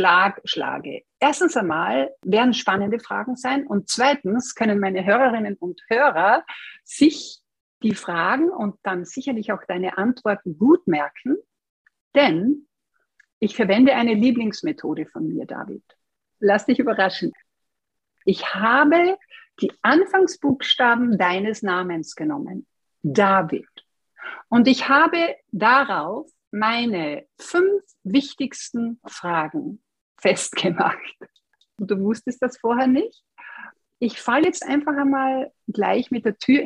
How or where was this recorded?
video call